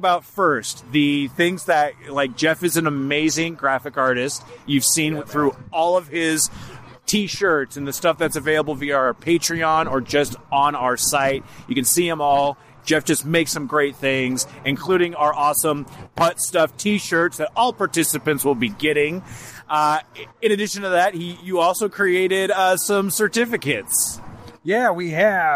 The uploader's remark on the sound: They recorded this episode during the first annual GCP Putt Stuff at Parkland Putters.